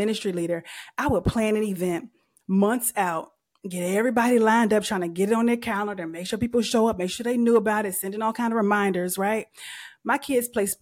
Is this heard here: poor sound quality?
no